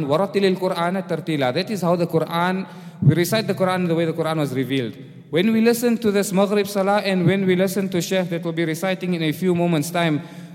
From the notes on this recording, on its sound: Programme at the Houghton Masjid (West Street)